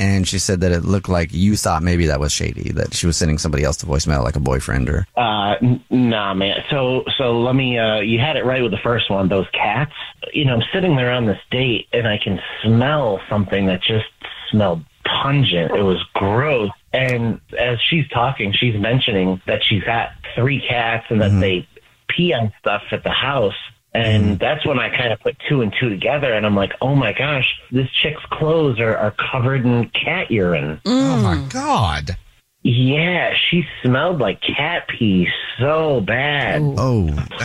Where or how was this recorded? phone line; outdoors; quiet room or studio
phone line